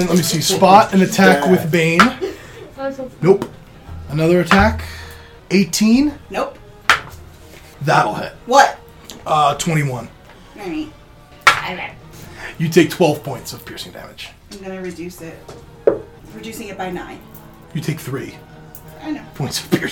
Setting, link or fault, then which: fault, sounds in the background